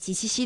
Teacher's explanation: 舌面的前端要隆起，舌尖要深深的垂到下门齿的背后 · Term: 舌面音